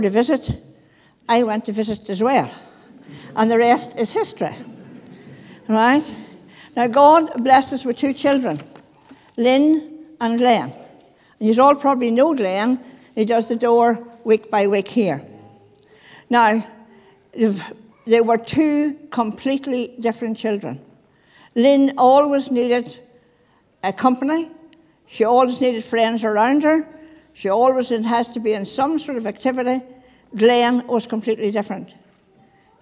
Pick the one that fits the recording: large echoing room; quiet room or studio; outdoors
large echoing room